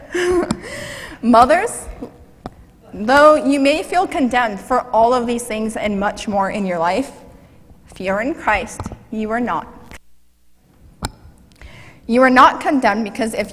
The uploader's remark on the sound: Mt. Zion Church Live!